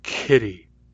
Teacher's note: The K has a puff of breath.